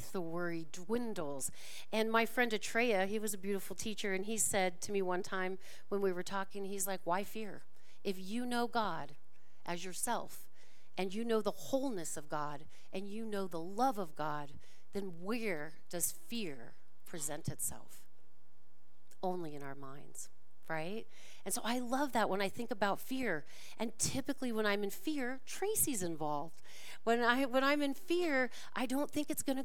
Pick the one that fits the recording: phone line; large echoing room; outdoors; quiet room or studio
large echoing room